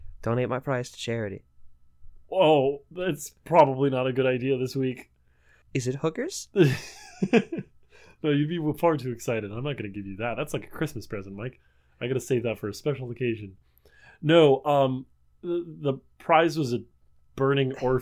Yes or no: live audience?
no